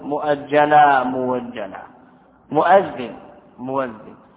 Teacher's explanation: وتبدل الهمزة المفتوحة عند ورش إذا وقعت فاء الفعل بعد ضم واو · Term: إبدال للهمزة